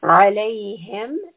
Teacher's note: عَيْن is from the throat, so we want a constriction.